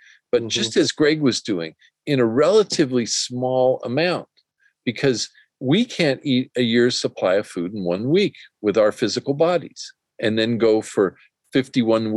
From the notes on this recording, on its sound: A relaxed conversation in a Zoom room. They answer questions from the live listening audience.